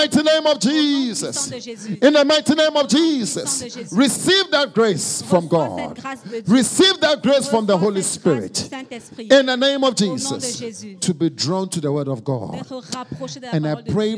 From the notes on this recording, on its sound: Preached during Joyful Hour Sunday Service at FCI ministries